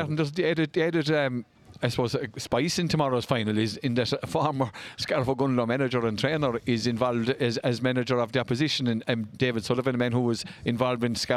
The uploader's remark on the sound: A first for the lads this week as the show was broadcast live at 1pm On Saturday as part of the 2023 Harbour Festival.